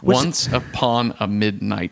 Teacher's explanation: That is the what you would call a trochee, where the beat is the first syllable. It's on the one and not the two.